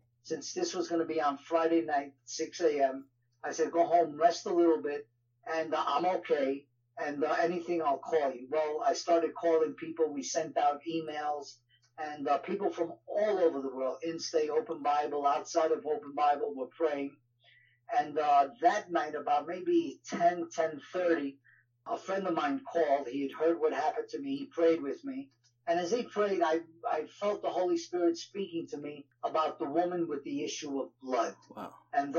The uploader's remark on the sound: Please forgive the audio quality as this was when we first launched out into podcasting and this was a phone call interview.